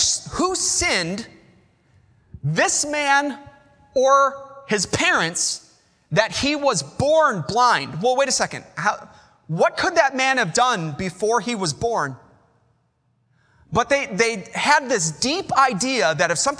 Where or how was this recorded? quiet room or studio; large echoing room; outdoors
large echoing room